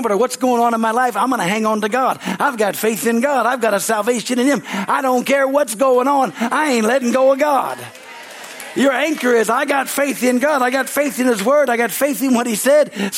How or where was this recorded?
large echoing room